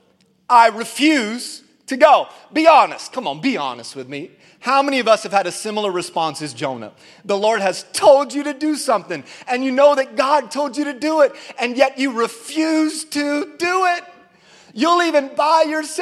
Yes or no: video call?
no